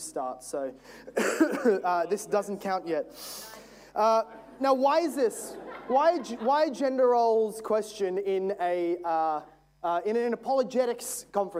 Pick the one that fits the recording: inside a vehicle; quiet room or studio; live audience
live audience